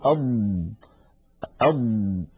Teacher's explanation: فلما نقول أض نجد بأنه لا يجري معها نفس ولكن الصوت يمتد · Term: رخاوة